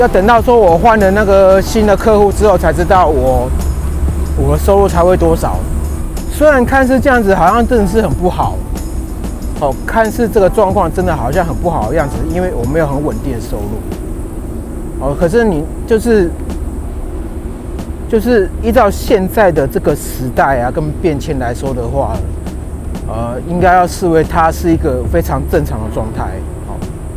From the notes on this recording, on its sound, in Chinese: 邊走邊講，用EarPods Lightning的戶外錄音效果。這集是用 iPhone 原廠的耳麥錄音，就效果來說還不錯。